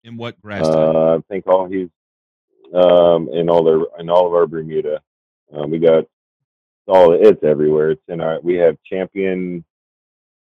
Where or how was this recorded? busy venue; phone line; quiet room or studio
phone line